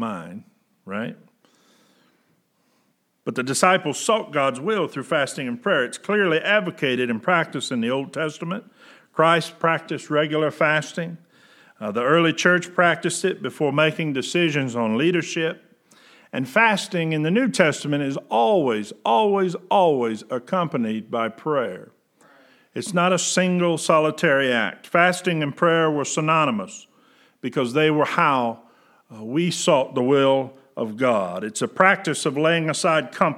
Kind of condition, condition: setting, large echoing room